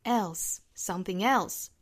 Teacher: 在最后的 else 做一个重降调